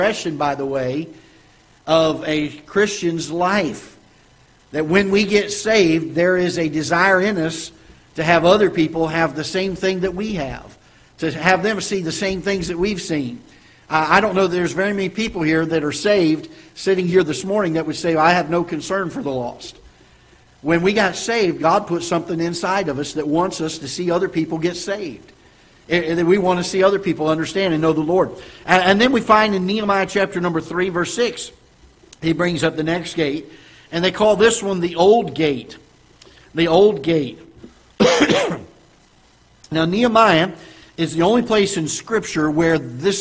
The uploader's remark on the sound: Ketha Heights Baptist Church ~ Live Broadcast